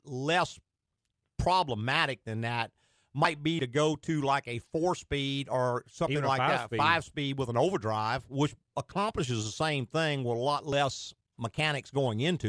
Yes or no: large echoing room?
no